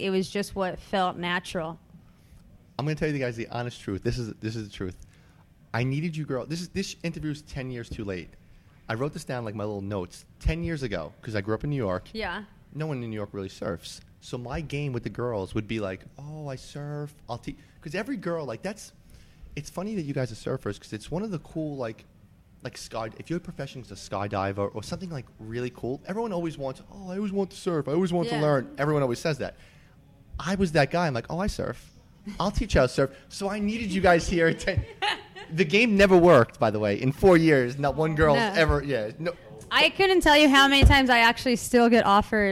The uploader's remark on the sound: live from Jack Demsey's